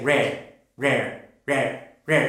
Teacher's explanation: the final R is weak, and people can't understand it. So the final R, the R's at the end of a word, have to be very strong.